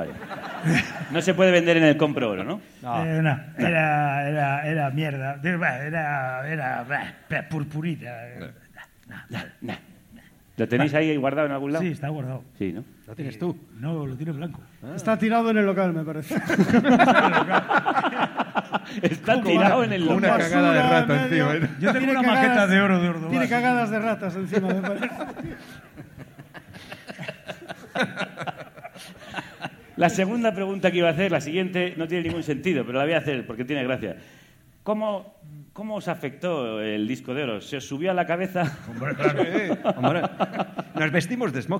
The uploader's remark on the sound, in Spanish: Especial grabado desde el Centro Dramático Galego de Santiago de Compostela, nueva parada del #EnCrudoyEnDirecto: el formato de conciertos y entrevistas íntimas de Carne Cruda llega a tu ciudad.